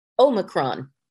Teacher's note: It's O H M Y cron, but the emphasis on the O.